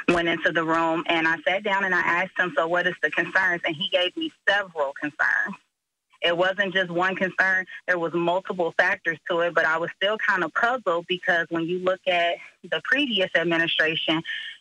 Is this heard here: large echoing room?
no